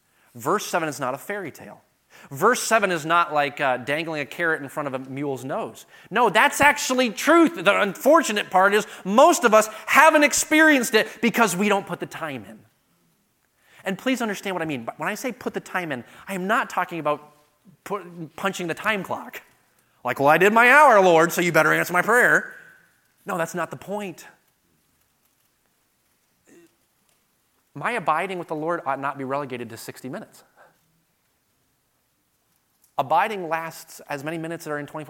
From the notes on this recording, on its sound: delivered at the 2023 Thee Generation Youth Summit at Falls Baptist Church in Menomonee Falls, WI this past October 11-13, 2023